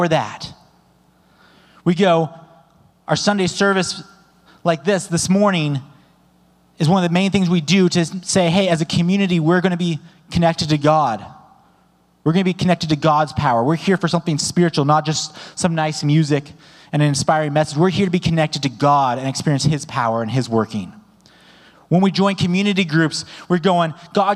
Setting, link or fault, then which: setting, large echoing room